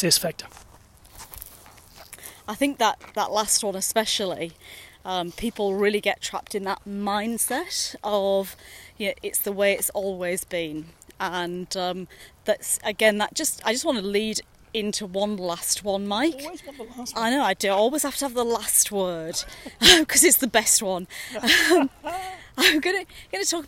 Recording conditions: outdoors